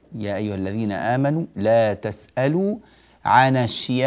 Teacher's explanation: مدك متوسط، والمفروض أن المد يكون مطول. يا أيها الذين آمنوا لا تسألوا عن أشياء، هذا 6 حركات وليس 4 حركات، فاضبط مدك بارك الله فيك.